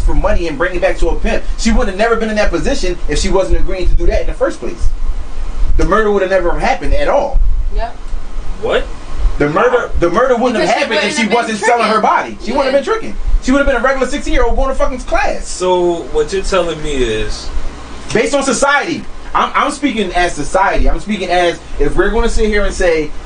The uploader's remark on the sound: The squad was having some technical issues and decided to give live on Facebook this episode.